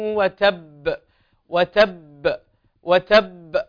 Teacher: شدد وأظهر القلقلة، لا تسقط التشديد لأجل القلقلة، إنما اجمعهما معا